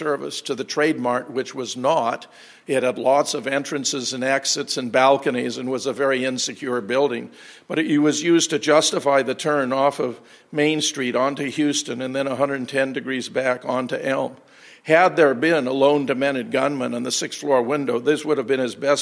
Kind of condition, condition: setting, live audience